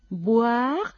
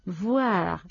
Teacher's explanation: distinguir la B de la V, la bilabial de la labio dental